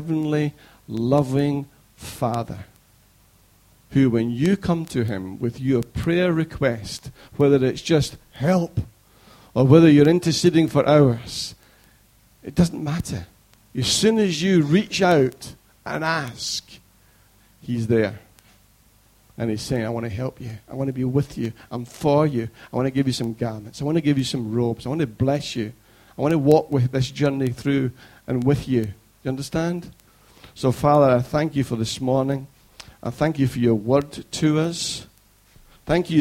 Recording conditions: large echoing room